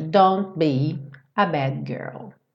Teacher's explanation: Então, quando a gente tem esse T que vai ser seguido por um B, já é a segunda vez que acontece isso, na hora que você vai fazer o T, o lábio já fecha